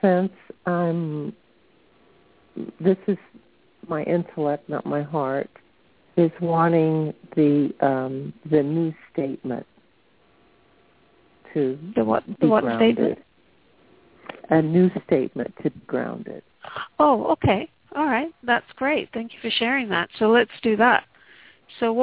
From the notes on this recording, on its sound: Takes your calls for healing live today!